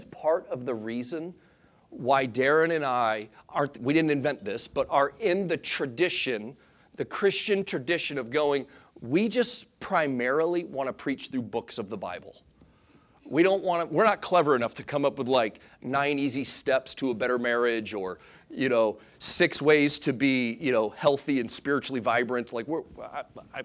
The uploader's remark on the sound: Sunday Morning Sermon Audio